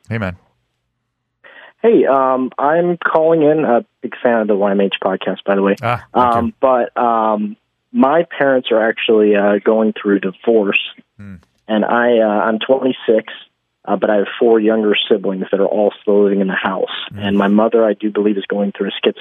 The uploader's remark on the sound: Taking listener phone calls. Joined in studio by childhood cancer survivor.